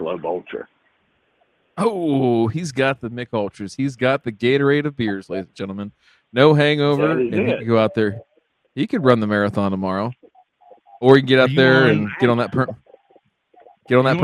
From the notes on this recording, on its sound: We wrap 2021 by taking your calls live on the air.